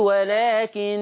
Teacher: تبقى ولكن لما اقف عليها، ايوه، اصل حفص احنا تعودنا وتعلمنا ان لما نقف على النون المشددة نقف بغنة